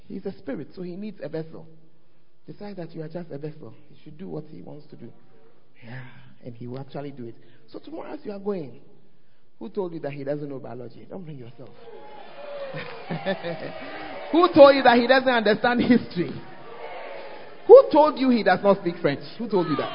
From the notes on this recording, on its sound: Preached At The First Love Center, Ayeduase